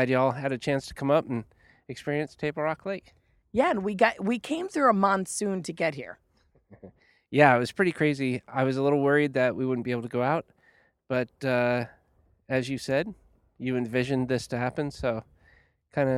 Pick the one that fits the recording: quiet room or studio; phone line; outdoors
outdoors